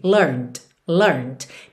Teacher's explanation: Então pensa em learn, você tá com a língua no céu da boca por conta do N e você já finaliza com o D.